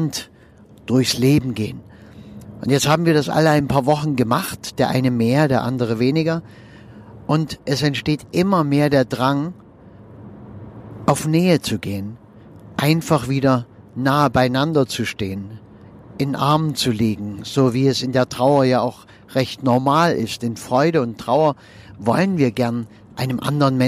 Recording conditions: inside a vehicle